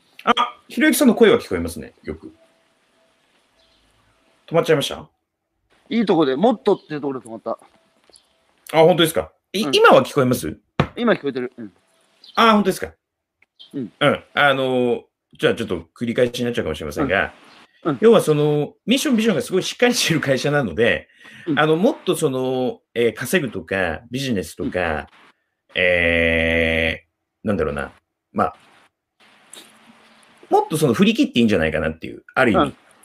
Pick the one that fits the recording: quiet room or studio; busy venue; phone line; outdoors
outdoors